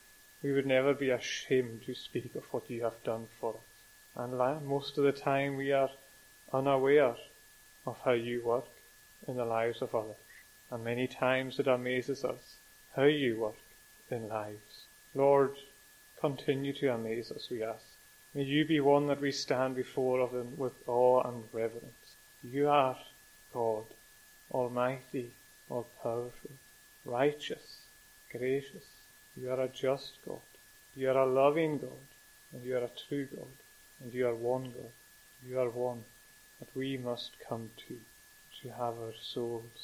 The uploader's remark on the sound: Recorded at North Harris Free Church on the evening of Sunday 10th July 2022.